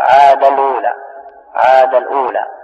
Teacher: وبعض العرب تحذف التنوين إذا التقى ساكنان، تحذف التنوين مباشرة